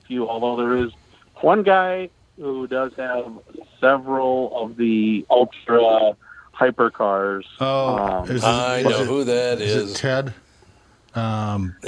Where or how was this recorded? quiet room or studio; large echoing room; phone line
phone line